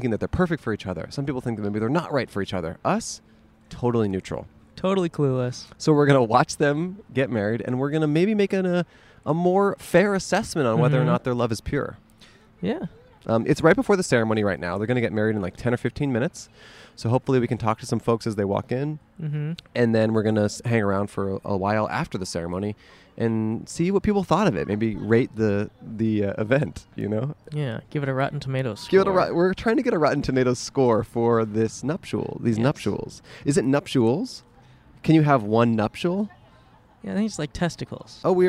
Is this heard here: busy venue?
yes